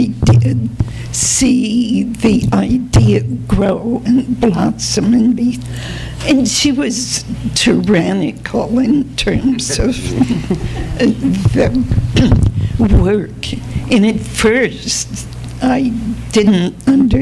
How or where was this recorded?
live audience